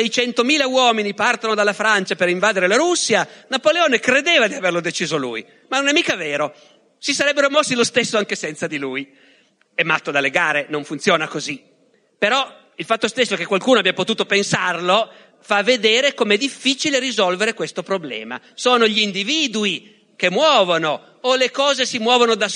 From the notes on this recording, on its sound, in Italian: Da LOGOS, il festival del CSOA eXSnia di Roma